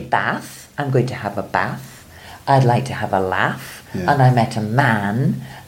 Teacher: in Scotland we would probably not make the difference between bath and man